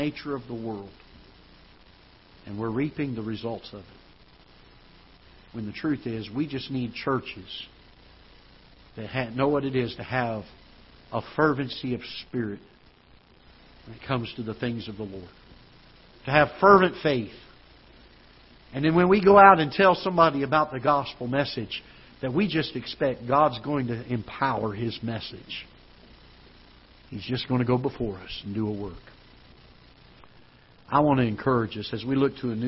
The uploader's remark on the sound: Ketha Heights Baptist Church ~ Live Broadcast.